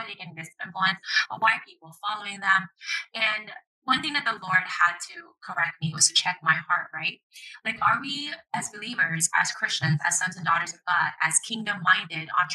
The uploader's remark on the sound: The quality of audio is poor because I wasn't in my normal studio recording the episode.